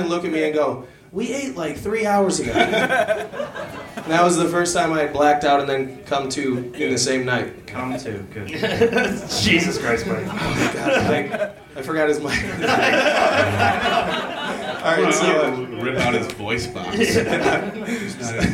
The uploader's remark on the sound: Podcasting in front of a live audience. "On the Scene" crowd reporter. Performed and recorded at Z's Bar and Restaurant in Grand Rapids, MI.